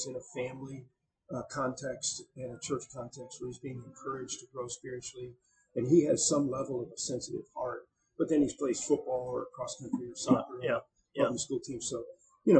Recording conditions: poor sound quality